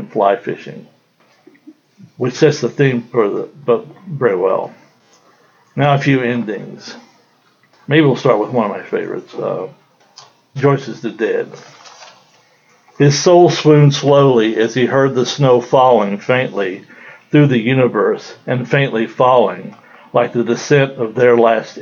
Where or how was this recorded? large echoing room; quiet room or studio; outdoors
large echoing room